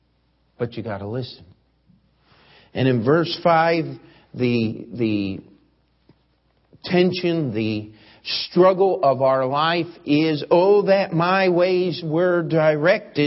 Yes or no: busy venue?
no